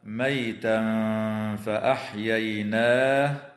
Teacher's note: ويخفى التنوين عند الفاء مع الغنة مرققة في قوله تعالى: ميتا فأحييناه. · Term: الإخفاء